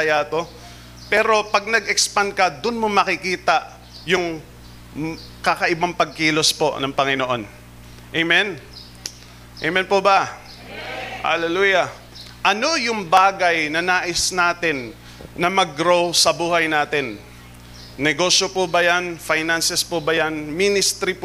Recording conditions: live audience